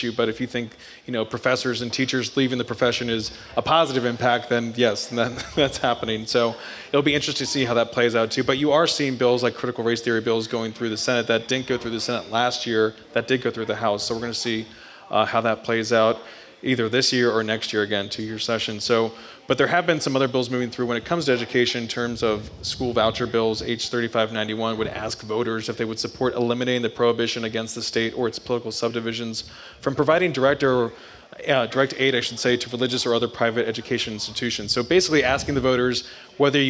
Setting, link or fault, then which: setting, busy venue